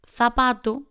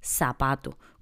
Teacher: quiere decir que pronuncian la Z y la C como si fuera una S · Shown in: second take · Es decir, en lugar de decir zapato, ellos dicen zapato, con una S. · Term: seseo